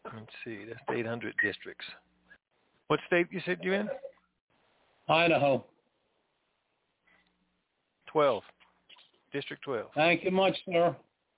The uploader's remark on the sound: TNTSuperfantastic Conference Call